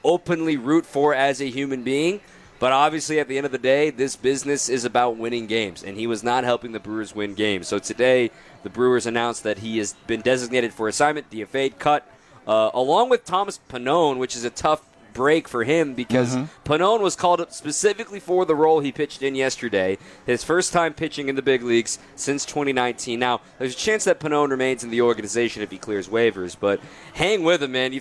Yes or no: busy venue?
yes